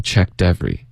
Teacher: checked,我们会省科，然后会连读这个后面的特，也把它浊化成一个的的音